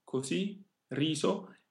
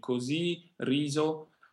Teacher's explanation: Così, riso, with a hard S, is the traditional pronunciation of these words. · Shown in: first take · Nowadays, it's more common to hear the voiced Z sound here, even in spoken language, especially in northern Italy.